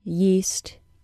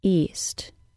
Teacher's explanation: This can be heard, though it is very slight, in the minimal pair yeast, east. At the beginning of the word yeast, Y-E-A-S-T, my tongue is close enough to my tooth ridge for the airflow to be considered restricted. · Shown in: first take · My vocal tract is not as constricted in the beginning of the word east, E-A-S-T. · the tongue is held slightly closer to the tooth ridge during the Y sound than for the vowel sound most similar to it, the long E sound. This can be heard, though it is very slight, in the minimal pair yeast, east.